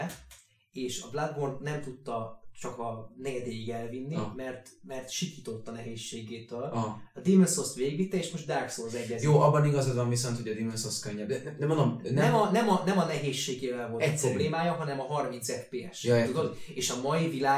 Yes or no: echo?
yes